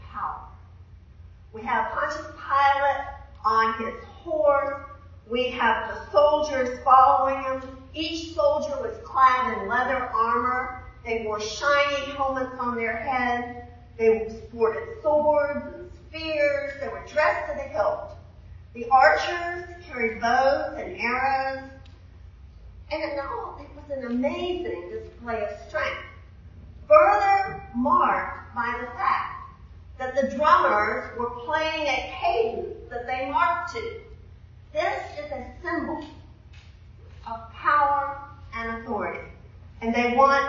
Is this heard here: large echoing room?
yes